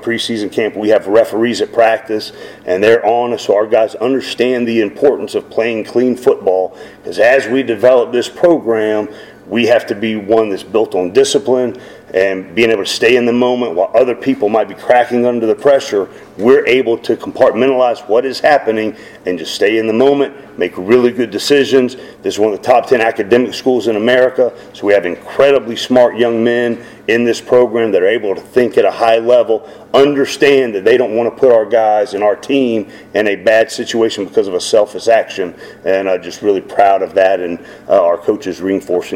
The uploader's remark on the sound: Postgame press conference (USF).